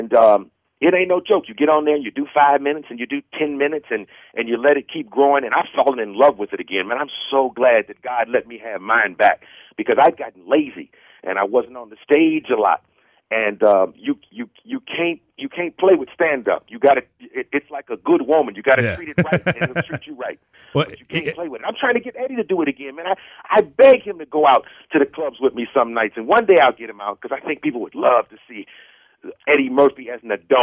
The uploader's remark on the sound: called into Comedy 1031